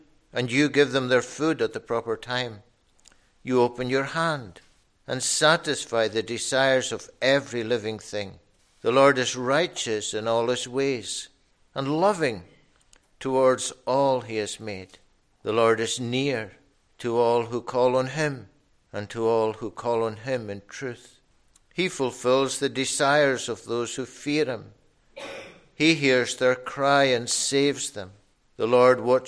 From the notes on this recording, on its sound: recorded at North Harris Free Church on the morning of Sunday, 12th February 2023.